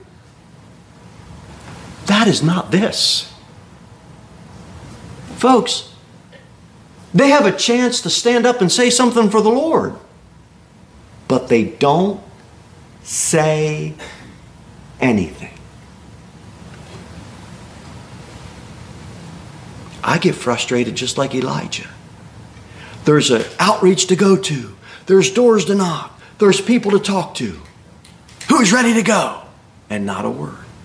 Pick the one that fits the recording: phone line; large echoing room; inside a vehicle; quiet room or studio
large echoing room